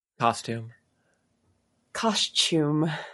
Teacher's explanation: Americans have abandoned the liquid U. And this is something that I learned in theater school, paid a lot of money.